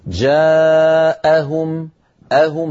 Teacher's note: بين الألف والجيم هناك همزة، جاءهم أهم، هذه الهمزة لابد من نطقها